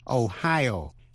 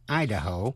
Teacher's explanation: tiểu bang Ohio nhấn mạnh ở vần nhì, nhưng tiểu bang Idaho nhấn mạnh ở vần đầu